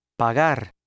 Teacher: It is formed much like the hard he, but the tongue does not quite touch the back part of the roof of the mouth, so the flow of air is not stopped. · Term: soft he